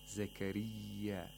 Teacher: It does not have fatha or dhamma. Zakariya, the mouth is empty and it's spread, the lips are spread. Zakariya, because you're pronouncing the ya, the ya ul-mad. · Term: tarqiq